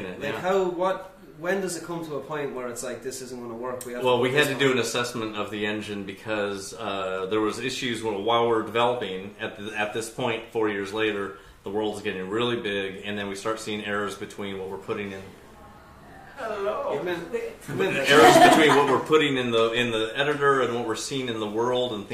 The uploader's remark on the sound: We are live from Gamerfest 2018 in Galway city!